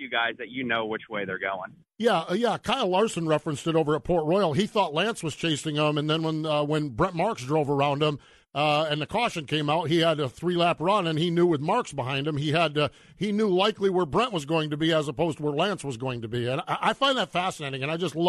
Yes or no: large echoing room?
no